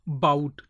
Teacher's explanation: So about, two syllables are there, about. And bout is given a little more stress. Your pitch becomes a little high. Your length becomes a little more. Your loudness also comes up. · Term: syllabic stress